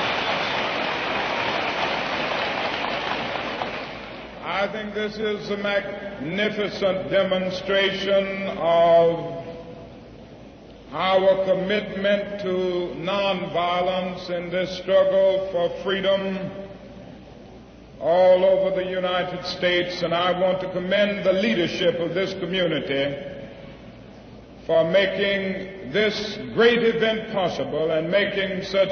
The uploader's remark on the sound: Address at Freedom Hall Rally Detroit